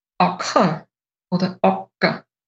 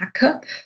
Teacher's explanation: In ganz Vorarlberg und auch im äußersten Nordwesten von Tirol würde man zum Acker Acker sagen, also genau gleich wie in der Standardsprache, in der Hochsprache, im Gegensatz zum Acker oder Ocker. Also das kurze A im Alemannischen bleibt eben ein kurzes, sogenanntes helles A. · Shown in: second take